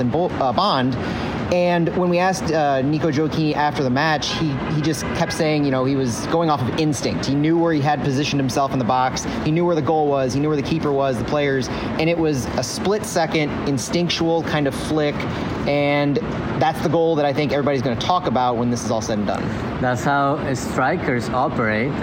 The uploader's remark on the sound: Live at CITYPARK.